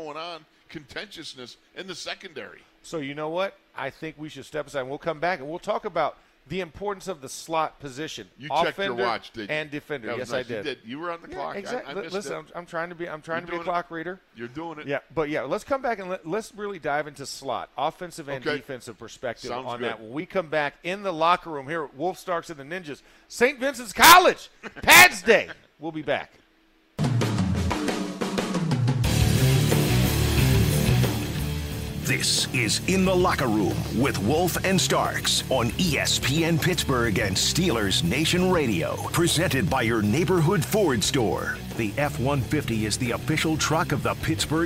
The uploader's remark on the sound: In the Locker Room Live from Steelers Camp Day 5